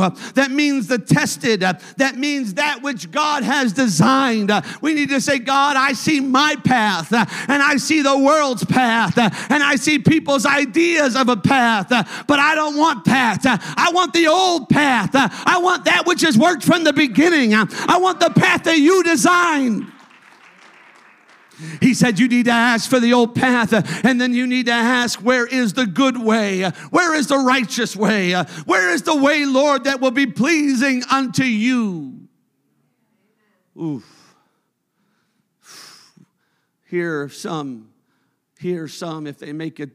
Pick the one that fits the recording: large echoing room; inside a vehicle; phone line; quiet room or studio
large echoing room